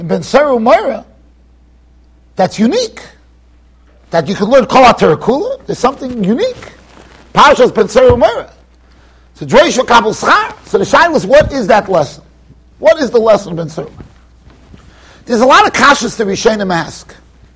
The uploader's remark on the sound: Shiur recorded in Yeshivas Ohr Reuven, Monsey NY.